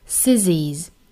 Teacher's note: 最后的一个音呢是浊辅音 z